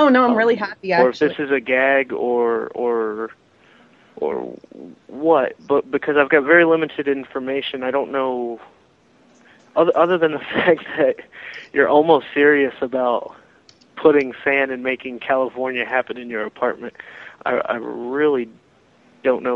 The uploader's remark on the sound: RBCP's Personal Prank Phone Calls Collection